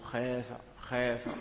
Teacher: فنميل فتحتها، فتحة الخاء، وكذلك تتأثر الألف أيضا